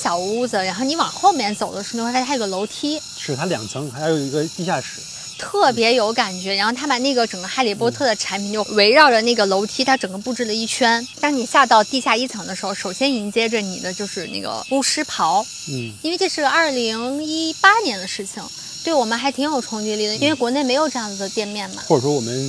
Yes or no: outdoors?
yes